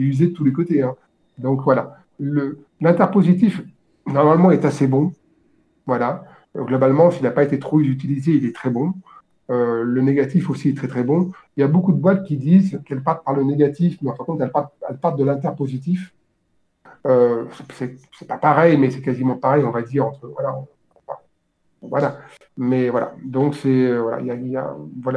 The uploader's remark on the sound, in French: Répondre aux questions de nos auditeurs qui sont venus en direct sur notre Discord.